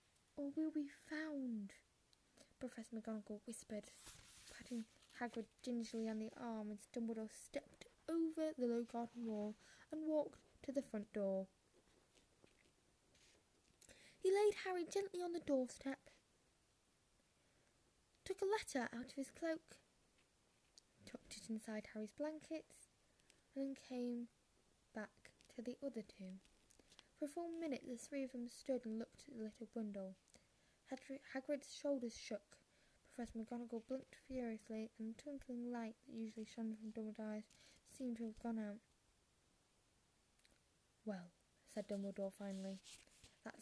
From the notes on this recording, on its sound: I am very sorry for the bad audio, yawns and some strange noises, as well as missed and/or wrong words.